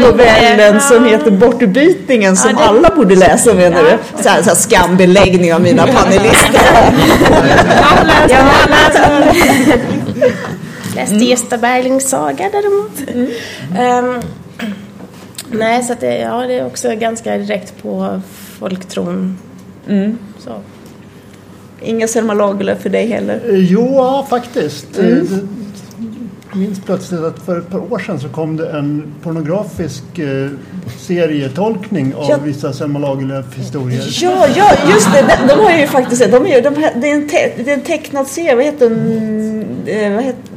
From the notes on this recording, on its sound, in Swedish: Panel på Swecon 2015 – Confuse i Linköping.